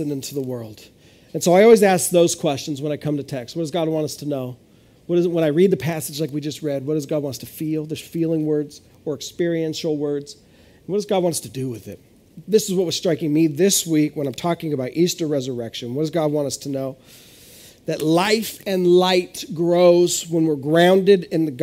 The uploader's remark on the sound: This is audio ripped from the Live Service video.